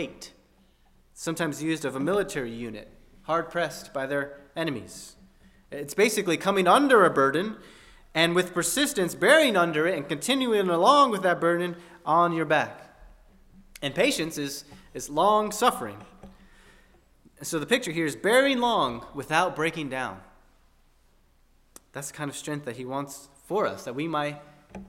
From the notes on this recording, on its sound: at First Baptist Church in Delphi, Indiana